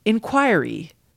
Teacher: in American English, the most common pronunciation is with the stress on the second syllable